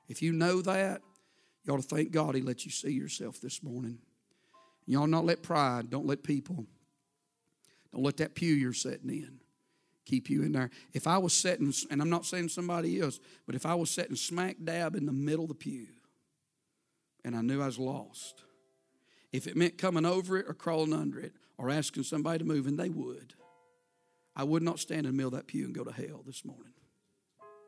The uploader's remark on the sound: A sermon preached Sunday Morning, on August 20, 2023.